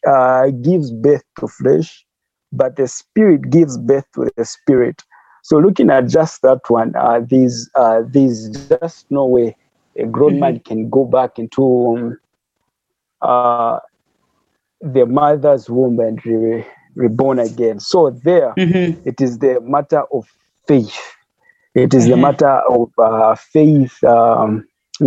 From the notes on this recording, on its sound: Youth zoom meeting.